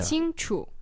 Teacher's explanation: it's a first tone and then a neutral tone.